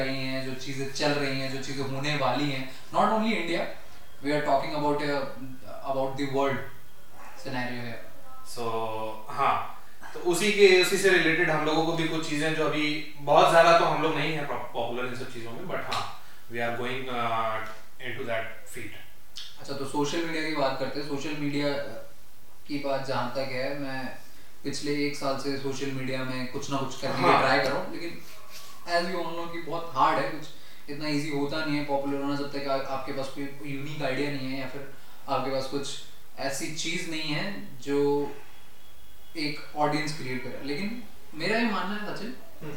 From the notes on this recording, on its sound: We are just getting started so the audio quality is not very good.